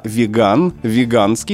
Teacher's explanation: «веган», «веганский» с ударением именно на втором слоге.